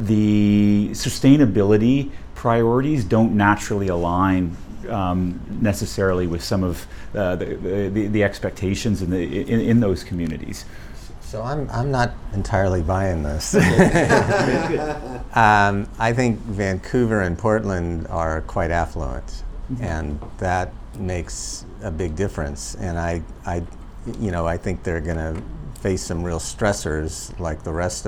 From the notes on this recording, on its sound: Live at the State-City Collaboration on Clean Energy Transformations.